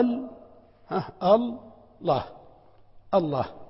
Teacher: فخموا اللام تبعا لتعظيم مسماه